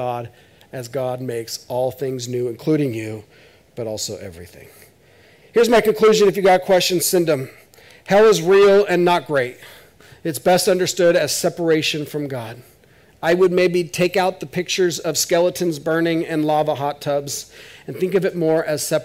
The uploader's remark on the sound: This is audio ripped from the Live Service video.